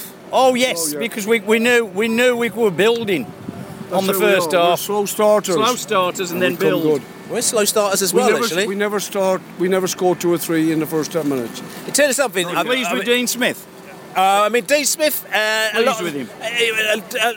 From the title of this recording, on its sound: post-match poscast from the pub